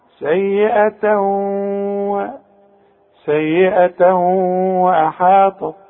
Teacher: الادغام كأن الحرف مشدد، لو تبص للواو دي تلاقيها مفتوحة، انما عند النطق كأنها مشددة.